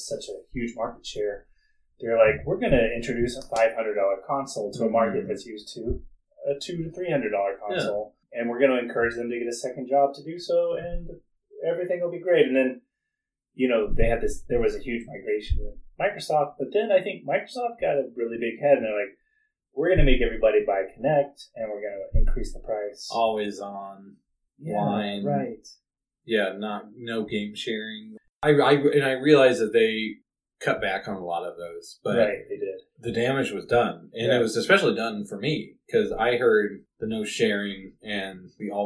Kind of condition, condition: fault, poor sound quality